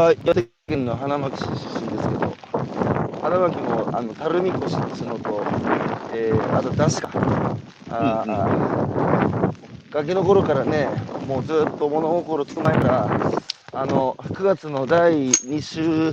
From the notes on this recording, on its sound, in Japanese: 歩くラジオ。歩きながら1時間、対談する。